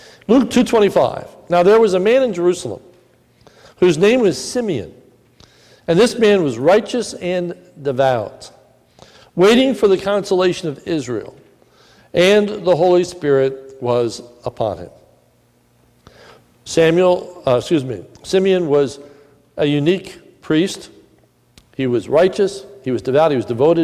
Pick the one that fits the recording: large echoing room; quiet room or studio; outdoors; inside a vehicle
large echoing room